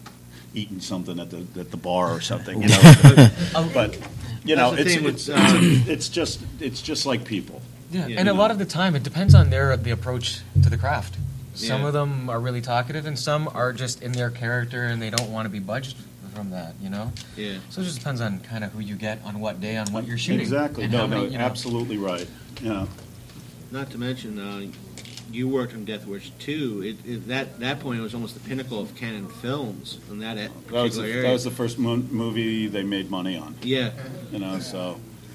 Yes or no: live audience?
yes